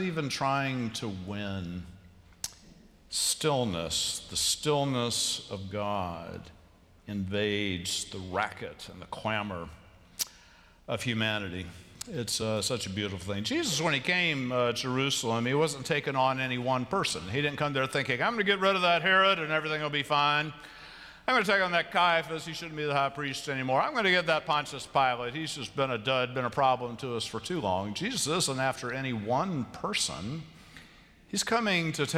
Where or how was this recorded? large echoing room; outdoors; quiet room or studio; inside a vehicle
large echoing room